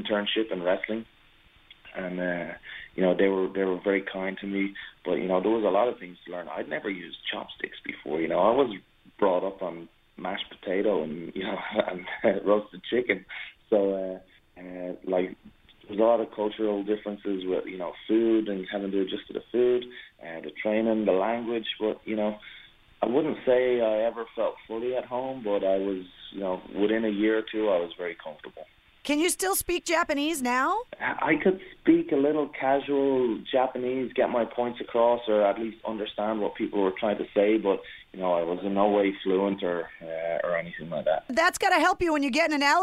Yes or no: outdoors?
no